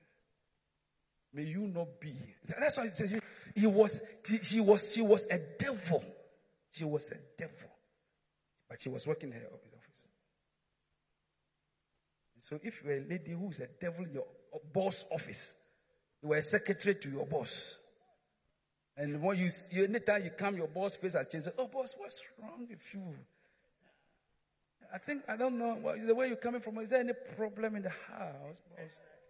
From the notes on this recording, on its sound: Preached at Midweek Service